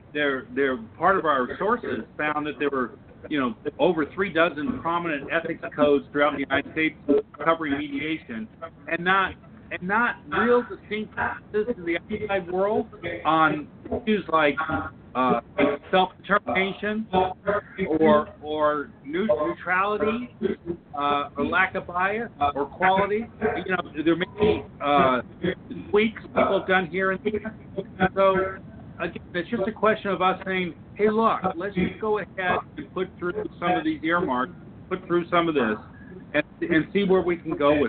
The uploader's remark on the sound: This is a special live episode held during the annual Association for Conflict Resolution (ACR) conference.